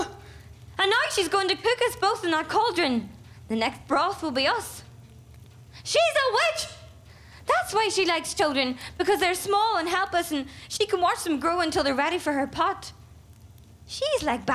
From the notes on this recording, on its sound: Recorded LIVE at The Roundhouse in Camden in collaboration with Roundhouse Radio.